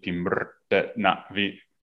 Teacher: it has syllabic R's and M's, like where the consonant makes up the entire syllable.